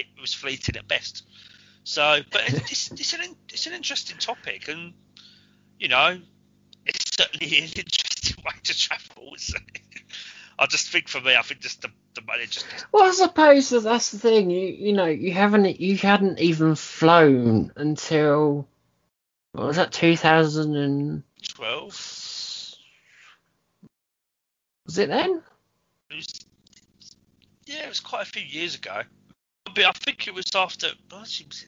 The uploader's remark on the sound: Please note we had some minor sound technical diffculties whilst recording.